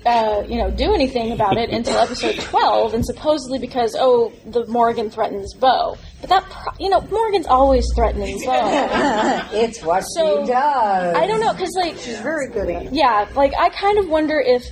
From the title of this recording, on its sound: Fan Panel at Dragon Con 2014